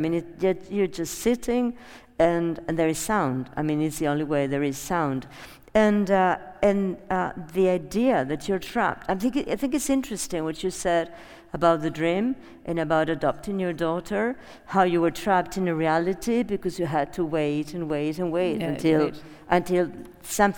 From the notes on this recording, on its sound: This podcast is a live recording from the talk. Which took place at the Real Academia de Bellas de San Fernando in Madrid.